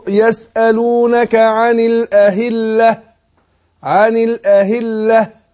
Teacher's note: يسألونك عن الأهلة قل لا أقول إيه الأهلة شوف الهاء لكن أقول أهلة كده توحي إن أكنه واقف على ألف لا أبين اللي هي حقق الهاء لأن الهاء حرف خفاء طبعا هي هي تاء مربوطة في الوصل توصل بتاء لكن في الوقفة نقف عليها بهاء فالهاء حرف خفاء ضعيف شوية فلازم نقوي بإيه بتحقيق المخرج